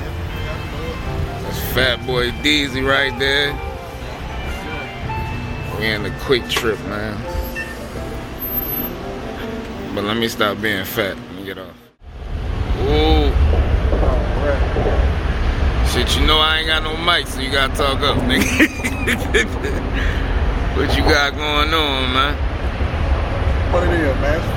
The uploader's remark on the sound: A quick walkthrough of the South by Southwest festival in Austin Texas